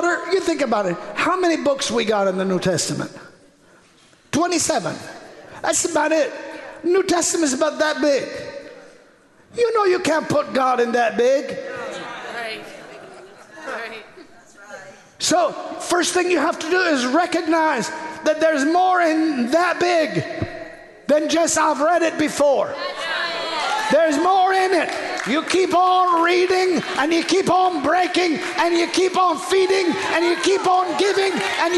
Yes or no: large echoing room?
yes